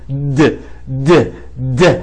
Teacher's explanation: هحول الته لحرف مجهور. مجهور يعني فيه اهتزاز في الاحبال الصوتية